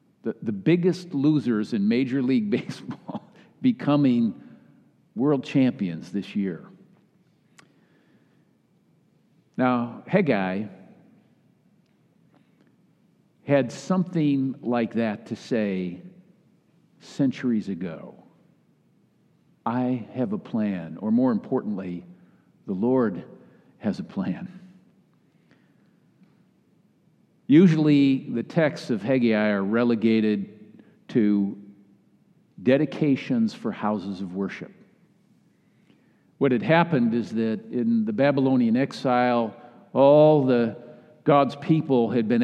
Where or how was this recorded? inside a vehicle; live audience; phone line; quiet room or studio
live audience